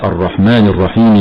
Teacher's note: اللام في الرحمن لام التعريفية حكمها الإدغام الشمسي لوقوعها قبل حرف الراء، وكذلك في كلمة الرحيم.